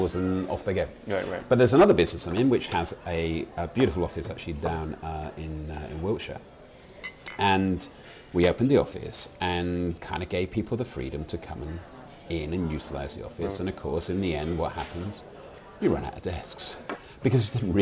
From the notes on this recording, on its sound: We join them in a breakout at PI Live.